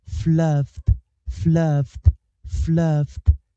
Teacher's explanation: 所以记得这个时候，F 会引导 E D 做一个轻化，F 会维持 S 做一个轻音